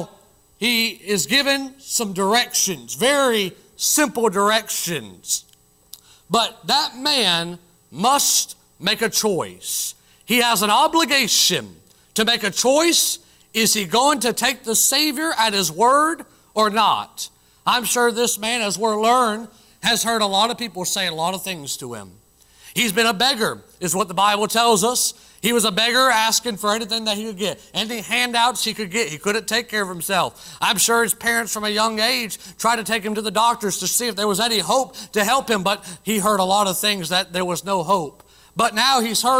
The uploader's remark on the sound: Originally preached at the White Horse Heights Baptist Church in Greenville SC on June 7, 2023